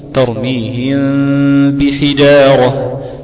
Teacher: دي برضو بتخش معنا في الأنواع، أنواع المتجانسين الصغير، لأن الميم من الشفتين والباء كذلك، فكلاهما متفق مخرجا ومختلف صفة